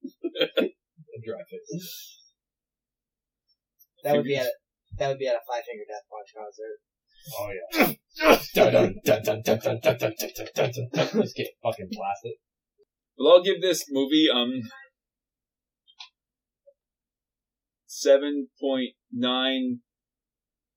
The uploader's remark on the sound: We want to let you know before listening that there was an audio issue with this episode, so if it sounds even worse than normal that's why.